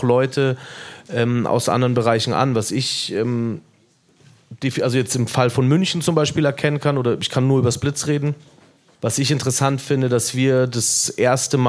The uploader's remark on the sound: Live im Blitz